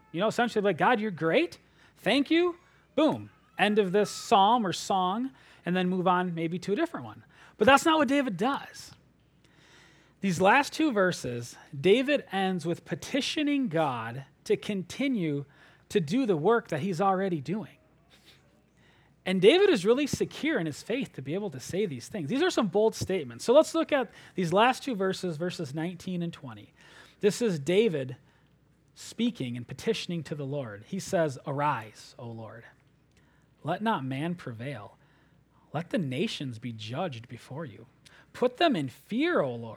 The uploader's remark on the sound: At Springbrook Church in Antigo, WI.